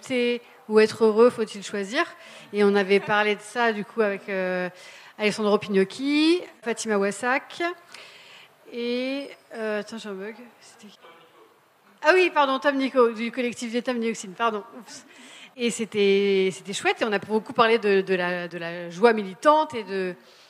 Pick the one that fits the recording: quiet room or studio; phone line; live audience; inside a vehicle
live audience